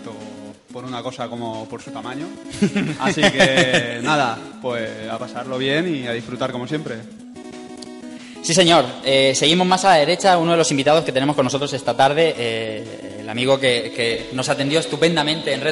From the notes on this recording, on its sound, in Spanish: Directo RetroAlicante. Hemos estado grabando en directo en Retroconsolas en la universidad de Alicante.